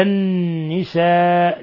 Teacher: وأما حلقة الحلقة الماضية الرجال قوامون على النساء بما فضل الله، قوله تعالى على النساء نون مشددة تغن مقدار حركتين · Term: غنة